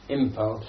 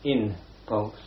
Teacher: We change the N to M before the labial, like P or V. · Shown in: first take · So we say impulse instead of in pulse, simply because P is pronounced on the lip.